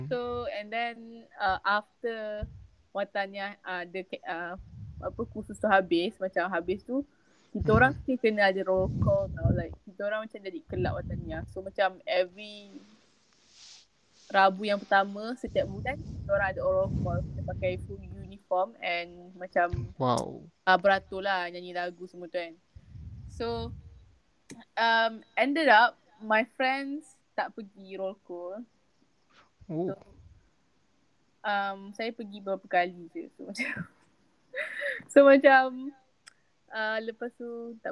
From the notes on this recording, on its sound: sorry for my audio… i will use a microphone next time